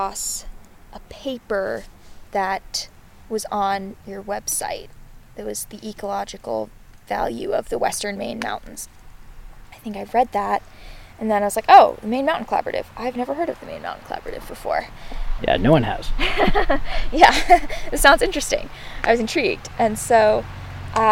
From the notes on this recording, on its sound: This conversation was recorded while sitting around the fire on a gorgeous July evening at Lily Bay Campground on Moosehead Lake.